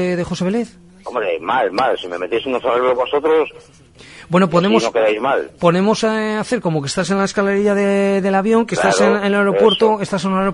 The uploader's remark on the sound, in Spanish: Bromas telefónicas en directo